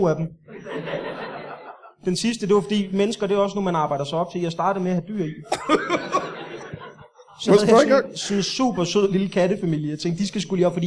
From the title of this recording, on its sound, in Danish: LIVE fra Studenterhuset i Odense